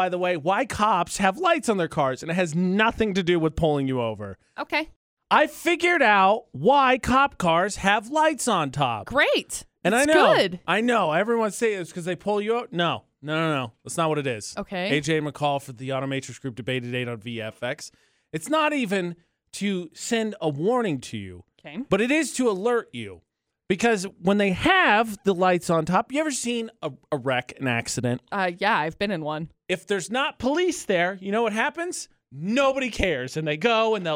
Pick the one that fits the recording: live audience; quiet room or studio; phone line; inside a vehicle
quiet room or studio